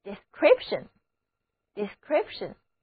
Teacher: 两个字母 i 和字母 e 统统都读作短的 e，重音在第二个音节